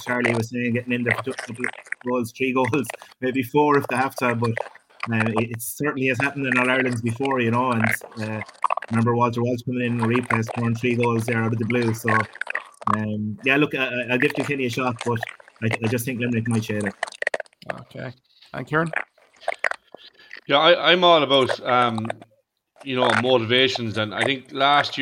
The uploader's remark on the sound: There are audio glitches towards the end of this episode as the video live stream did have tech gremlins. Time to change my internet provider.